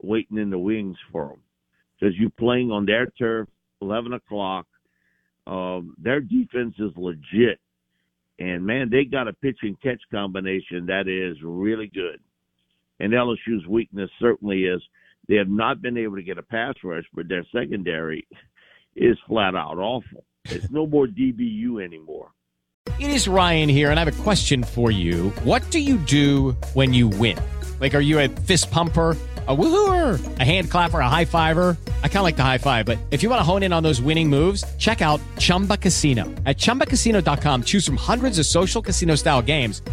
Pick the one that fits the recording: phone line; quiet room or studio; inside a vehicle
phone line